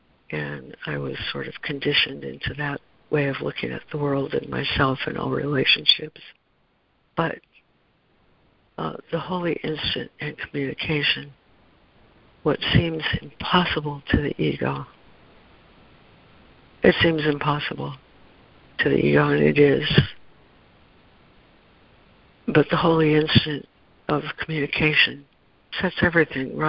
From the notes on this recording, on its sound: ACIM Daily Conference Call.